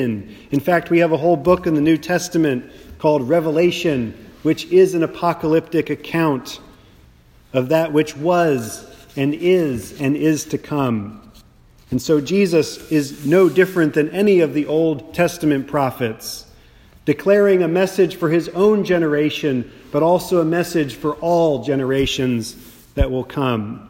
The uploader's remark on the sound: a Sermon preached at St. Mark’s Austin